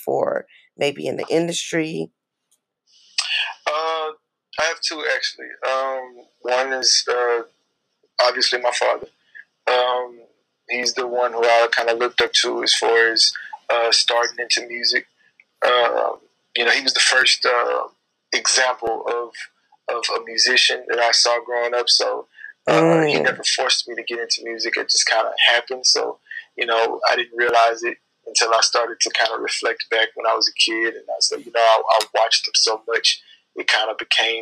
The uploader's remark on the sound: Audio from each interview is recorded for playback and podcasting purposes.